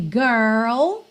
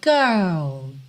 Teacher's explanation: Esse girl também tem a pronúncia um pouquinho diferente no inglês britânico. No americano, a gente enrola mesmo o R · Shown in: first take